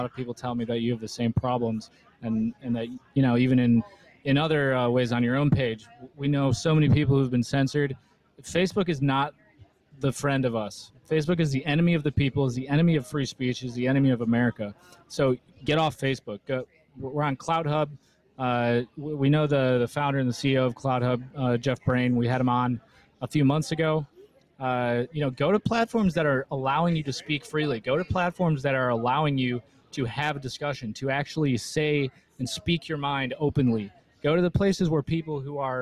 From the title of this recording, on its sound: Live From The Reawaken America Tour in San Antonio, TX!